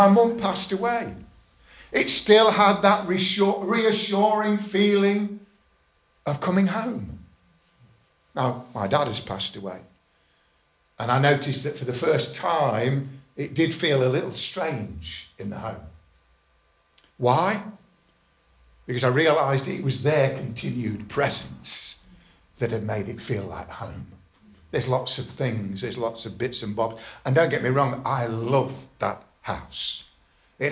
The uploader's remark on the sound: Estuary Elim Church Ashingdon Evening Service. Preaching on 'Live in the moment' at Estuary Elim Ashingdon.